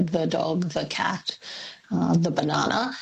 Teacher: if the following word starts with a consonant, we say the, like an unstressed sound, so the dog, the cat, the banana.